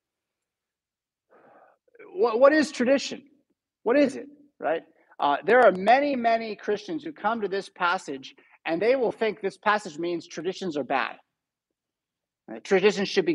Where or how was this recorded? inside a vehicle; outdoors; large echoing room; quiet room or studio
large echoing room